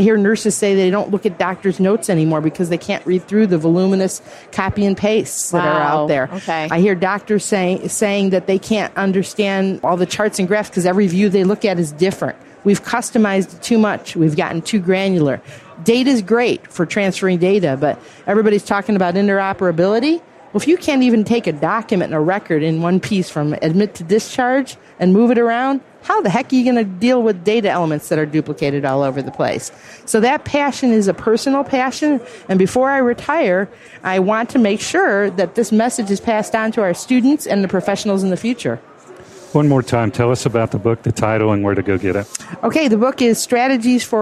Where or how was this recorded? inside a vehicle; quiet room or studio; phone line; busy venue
busy venue